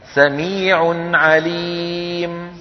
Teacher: أيضا أظهرنا التنوين عند العين · Term: إظهار